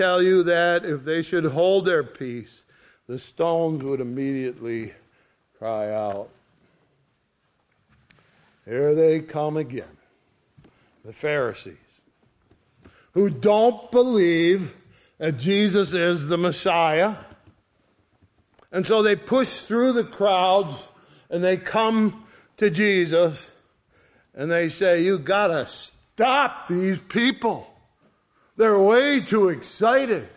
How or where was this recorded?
large echoing room